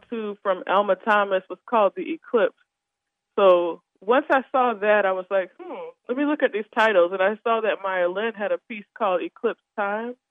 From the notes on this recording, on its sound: joins us by phone.